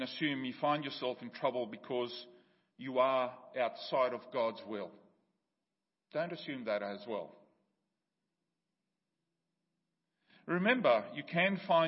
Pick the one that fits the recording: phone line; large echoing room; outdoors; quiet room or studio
large echoing room